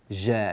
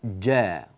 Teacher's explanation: بين حرف الجيم جيدا، لا تقول قد جاءكم، لا، اجعل الحرف شديدا، يعني لا يجري معه الصوت · Shown in: second take · هكذا جاء، لا، وإنما جاء، قد جاءكم.